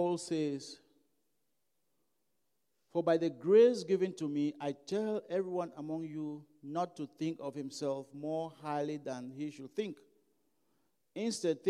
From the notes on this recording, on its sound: during African Worship at Broadway Baptist Church, Lexington, Kentucky